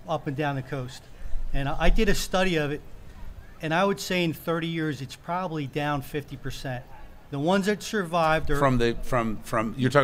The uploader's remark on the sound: Live From Jenkinsons In Pt. Pleasant Beach